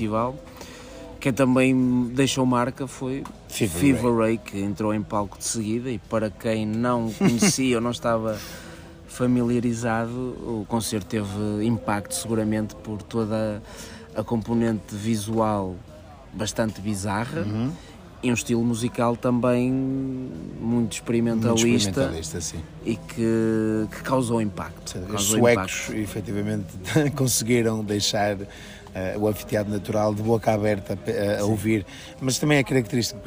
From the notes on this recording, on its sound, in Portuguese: O Disco Ou Nada está pelas margens da praia fluvial do Taboão, na edição dos 30 anos do festival Vodafone Paredes de Coura!